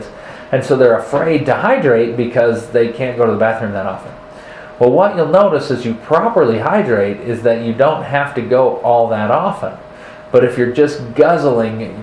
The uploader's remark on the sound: Sorry about the audio - I had some technical difficulties with the microphone.